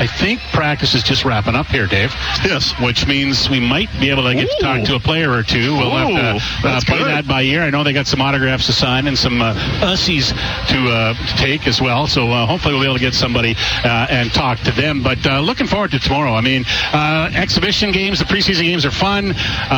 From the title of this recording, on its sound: LIVE from Commonwealth Stadium for Fan Day